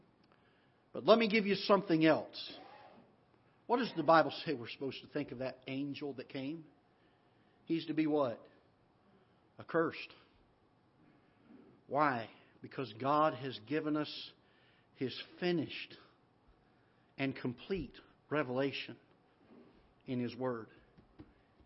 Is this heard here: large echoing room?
yes